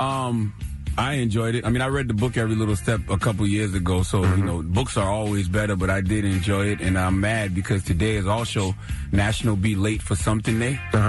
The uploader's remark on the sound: Open up the phone lines to see what our listeners thought.